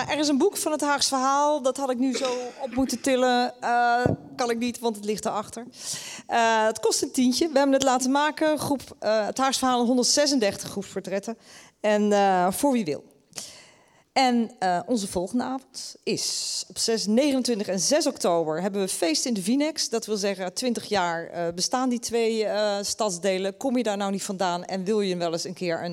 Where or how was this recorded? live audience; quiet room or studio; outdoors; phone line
live audience